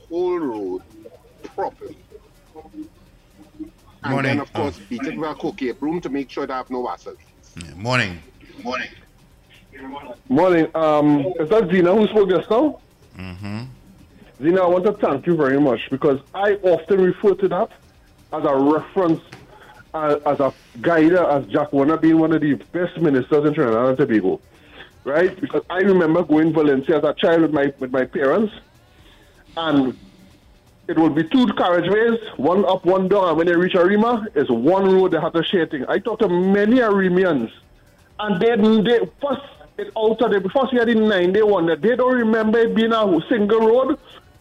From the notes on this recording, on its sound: we take more calls from the audience